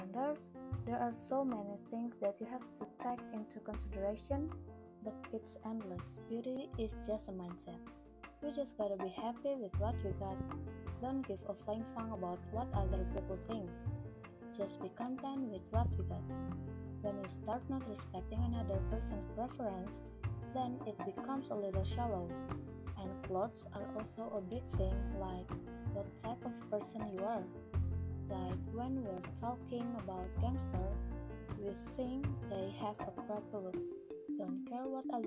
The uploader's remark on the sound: Cuz this is my first podcast, so I want to apologize if there are inconveniences for you while listening to this podcst such as inconsistent audio. Becarefull with the inconsistent audio !